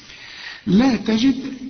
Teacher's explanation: كل الكلمة مرققة، واذا وقفت على الدال قلقلها